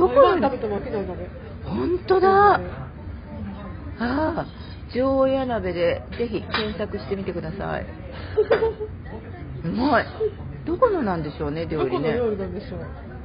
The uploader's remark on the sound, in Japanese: 12月の東京ぶらり飲み歩き編。リアル居酒屋トーク。リアル収録ならではの雰囲気をお楽しみ下さい。